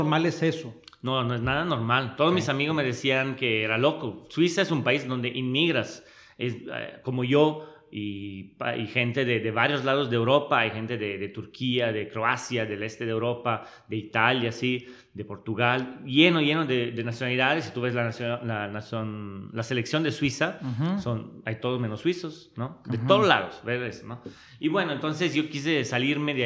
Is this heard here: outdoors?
no